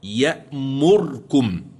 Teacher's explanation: فقد قرأ البصري بخلف عن الدوري بإسكان الراء